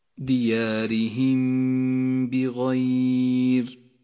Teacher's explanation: تخفى الميم بالباء مع بقاء غنة للميم بمقدار حركتين ولذلك لونت بالأخضر، ديارهم بغير. · Term: الإخفاء الشفوي